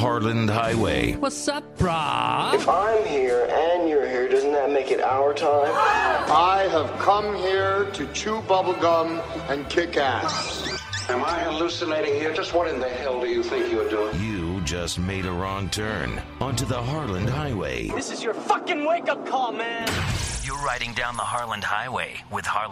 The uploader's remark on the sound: Phone calls from YOU guys, the Pavement Pounders! Today we play a bunch of great phone messages from some of our listeners.